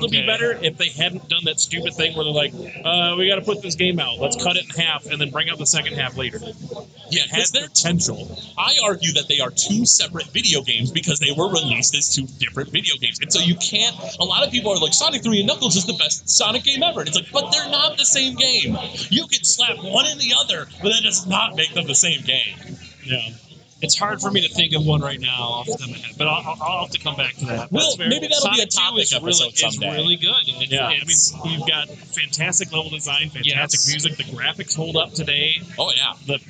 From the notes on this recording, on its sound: live from the Michigan Science center for a special episode